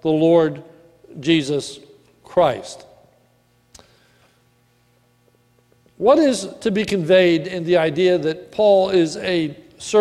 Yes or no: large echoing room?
yes